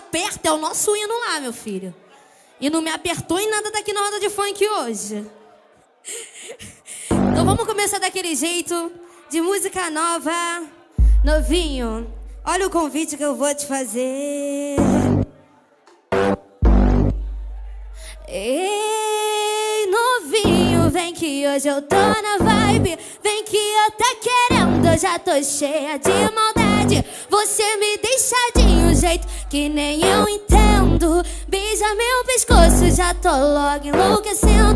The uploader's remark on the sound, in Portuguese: Lançando Varias Musicas Ao Vivo Na Roda De Funk Especial